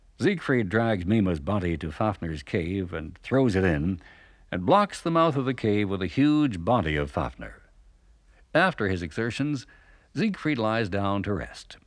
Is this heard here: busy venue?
no